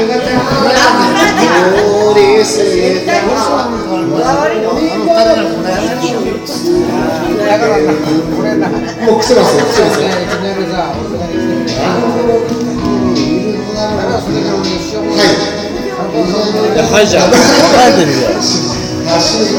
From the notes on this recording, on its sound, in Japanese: スナック収録。遠別の愉快なセンパイたちとの爆笑トークを隠し録り。